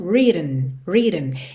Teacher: É como se você quisesse mesmo ir direto do T pro N.